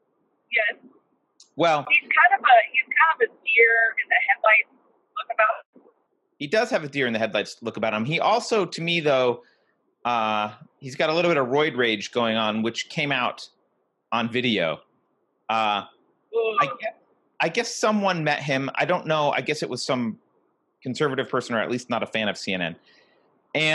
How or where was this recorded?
inside a vehicle